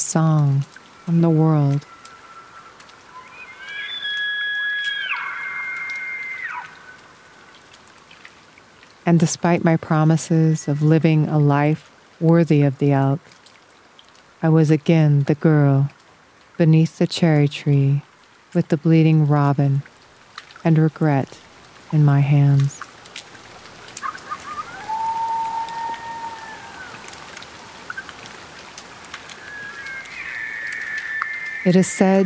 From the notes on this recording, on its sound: Outdoor audio recorded at Rocky Mountain National Park, Colorado.